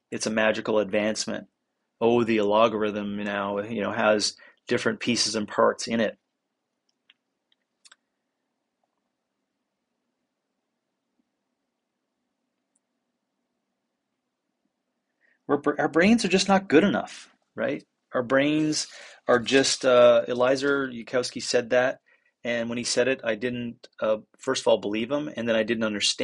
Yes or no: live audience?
no